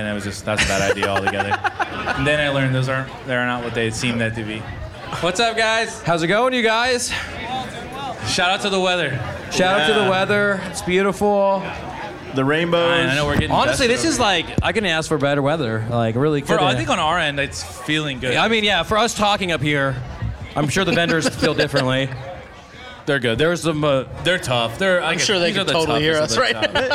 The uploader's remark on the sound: We did a live podcast at the last Supermarket event held at the Tioga Sequoia block party in Merced.